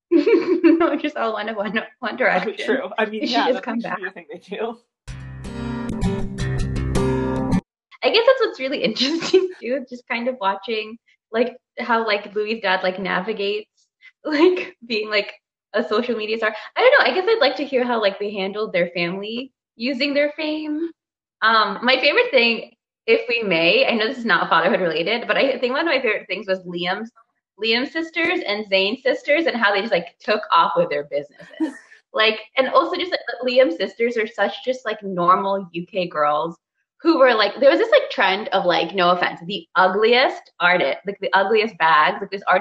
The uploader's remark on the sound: We would apologize for any technical glitches